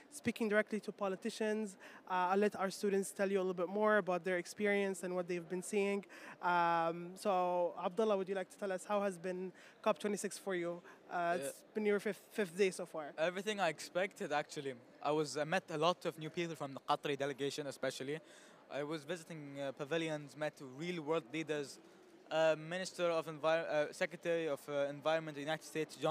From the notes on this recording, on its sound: Earth Day Live From COP26.